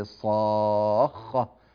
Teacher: هي خاء واحدة لكنها مشددة، لم يحصل حكم إدغام هنا يعني.